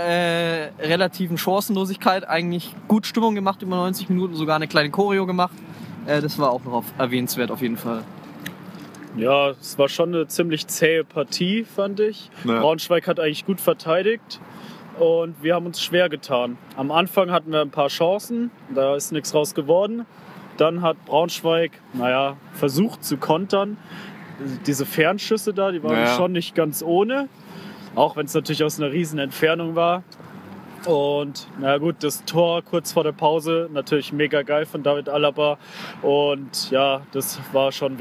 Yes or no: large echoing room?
no